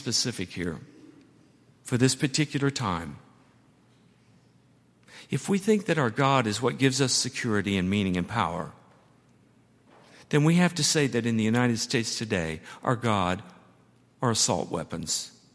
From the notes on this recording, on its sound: at Highland Baptist Church